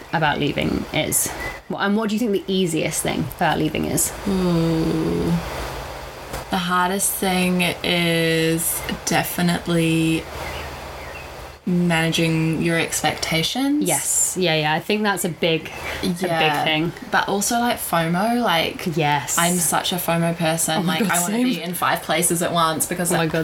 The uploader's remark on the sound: The audio is getting better each week we hope, but we are still heavy breathers with smokers laughs